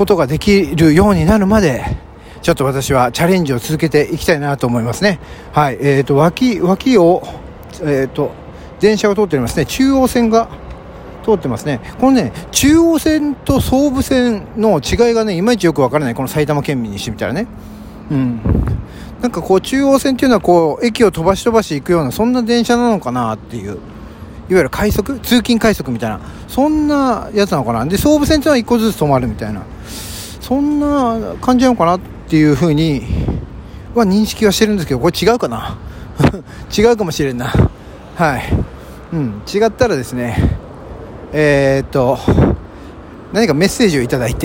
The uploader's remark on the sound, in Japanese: はじめてのロケトーク『飯田橋〜水道橋』。歩きながら収録しました。景色を眺めながらタラタラとトークをするのも面白いですね。